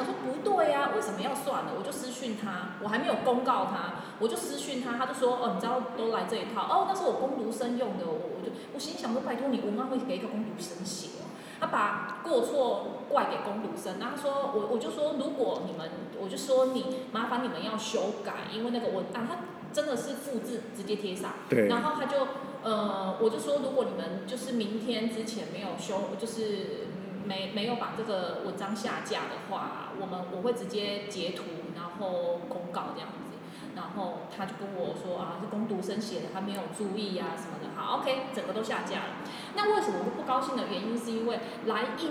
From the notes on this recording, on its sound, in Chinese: 臉書同步直播。這集同步在FB直播，所以現場收音比較吵。